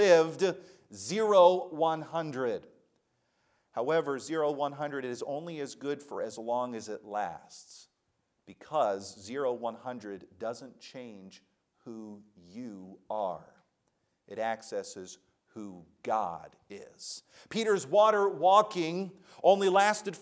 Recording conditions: large echoing room